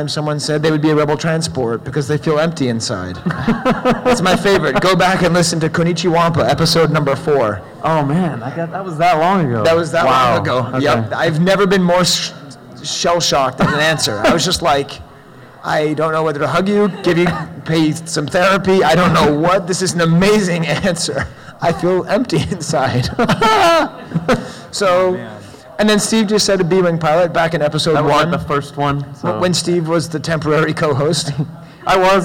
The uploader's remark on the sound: Live from Celebration Anaheim. Recorded live at Celebration Anaheim.